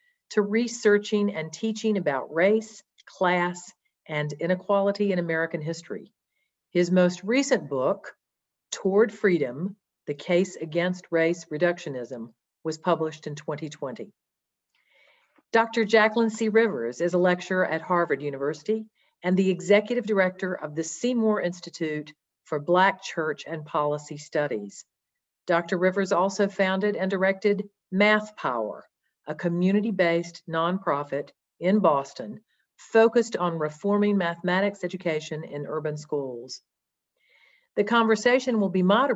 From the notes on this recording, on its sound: This is a recording of our virtual event